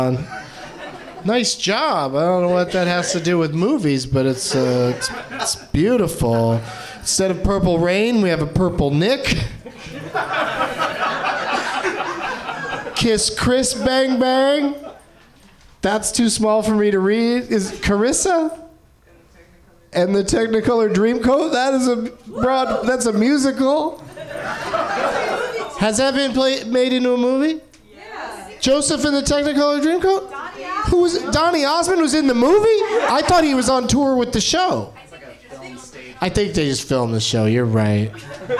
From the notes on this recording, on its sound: Live from the NerdMelt Showroom in Los Angeles